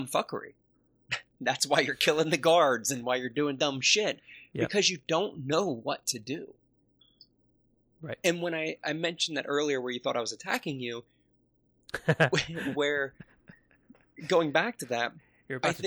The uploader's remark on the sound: Please forgive our hosts for the poor audio quality on this one. There was a technical problem, but they made it work.